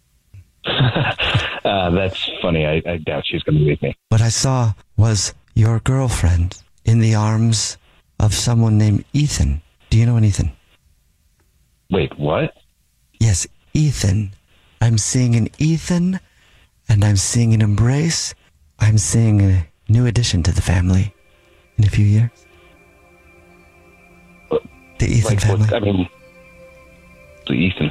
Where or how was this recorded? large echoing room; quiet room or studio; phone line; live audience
phone line